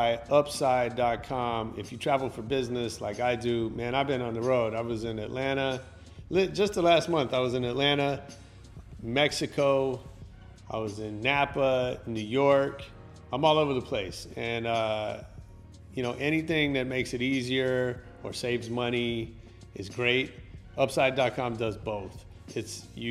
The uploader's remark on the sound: LIVE at LA Podcast Festival. In front of a live audience.